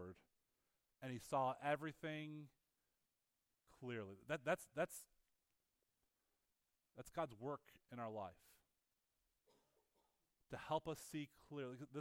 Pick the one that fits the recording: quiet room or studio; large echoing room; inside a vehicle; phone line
large echoing room